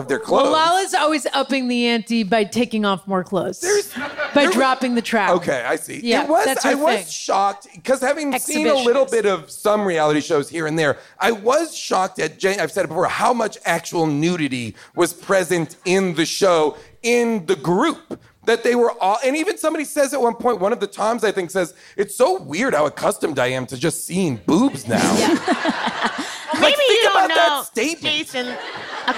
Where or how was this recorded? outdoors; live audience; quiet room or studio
live audience